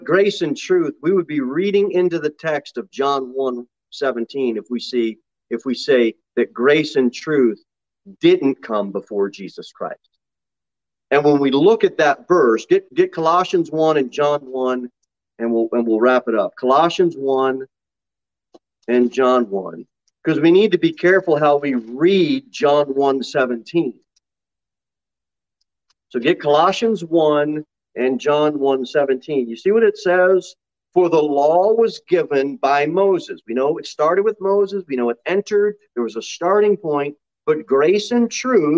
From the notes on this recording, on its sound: Sermon delivered at Pilgrim Baptist Church on Thursday, March 16, 2023, at 6:15 pm. Jere Whitson Rd.